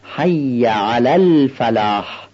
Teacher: لام نزد ف قمری هستش و ادغام نمیشه